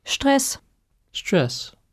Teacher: Note that in German, when you have st at the beginning of a word, the s becomes a sh sound